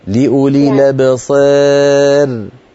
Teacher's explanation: الراء مرققة لأن قبلها إمالة